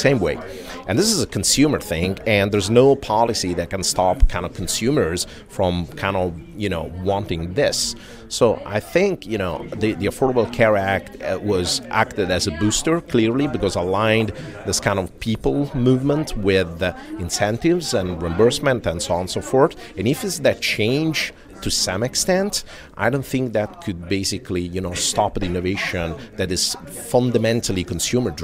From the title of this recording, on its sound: Live from #WinterTech